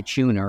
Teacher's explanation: We'd say tuner because we pronounce the R